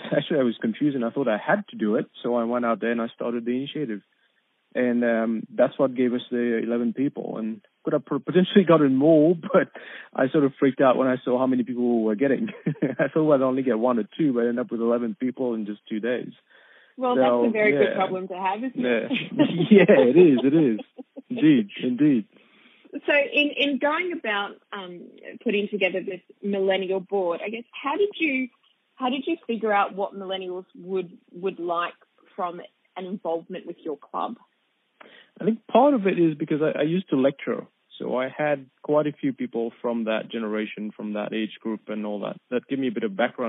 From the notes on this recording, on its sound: Telephone interview originally aired on 3WBC 94.1FM.